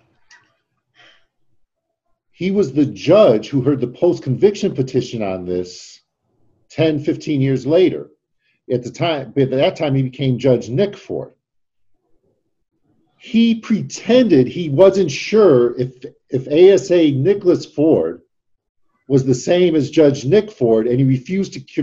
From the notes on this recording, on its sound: Today’s zoom video podcast.